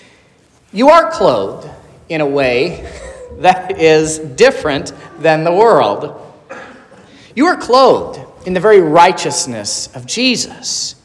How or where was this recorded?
large echoing room